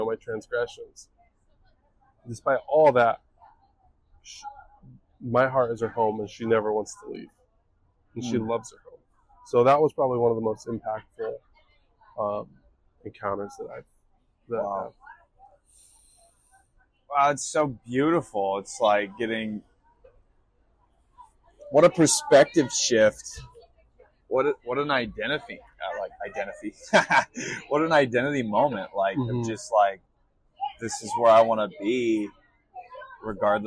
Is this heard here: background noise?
yes